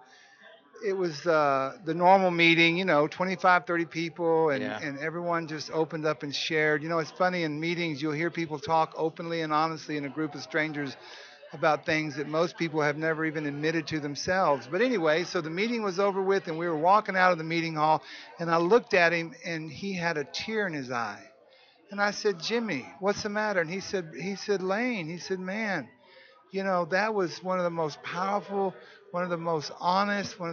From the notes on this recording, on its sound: broadcasting from the 39th Annual NAATP Leadership Conference in Austin, Texas